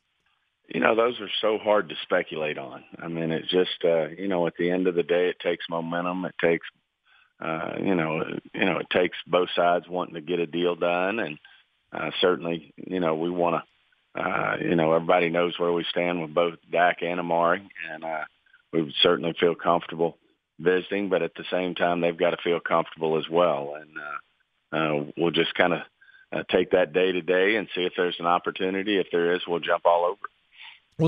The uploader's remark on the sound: Called.